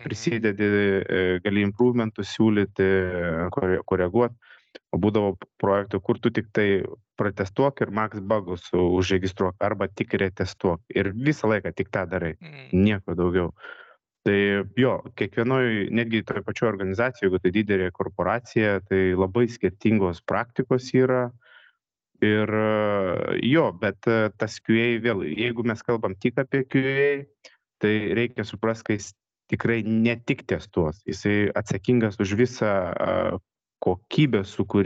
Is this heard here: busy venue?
no